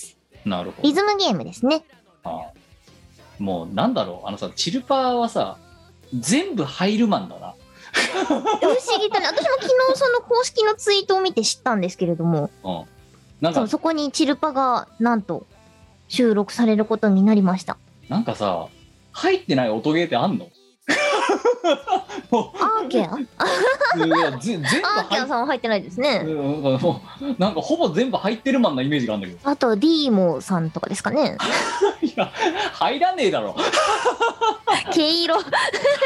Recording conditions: video call